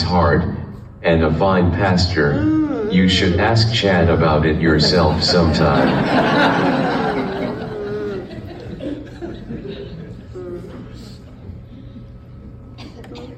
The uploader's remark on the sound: live from Journey Global Methodist Church in Kannapolis, NC